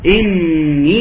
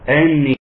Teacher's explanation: إني طبعا اكسر الهمزة ما تقوليش أني · Shown in: first take